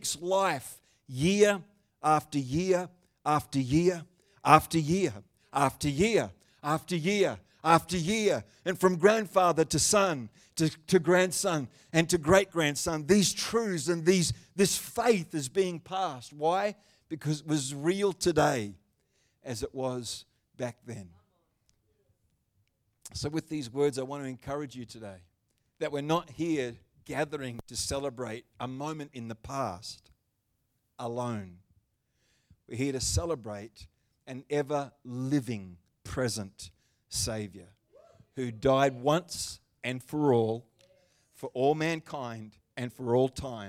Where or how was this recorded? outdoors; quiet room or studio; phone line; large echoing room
large echoing room